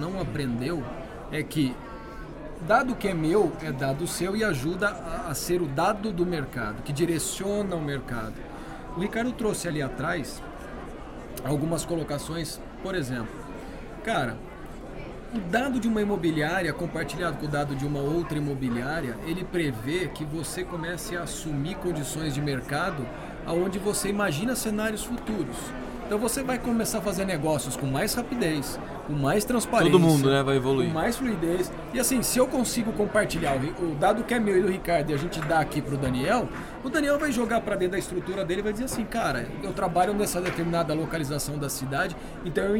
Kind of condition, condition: setting, busy venue